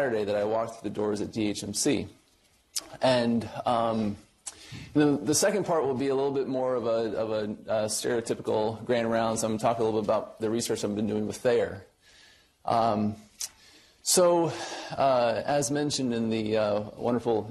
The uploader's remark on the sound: Norris Cotton Cancer Center Grand Rounds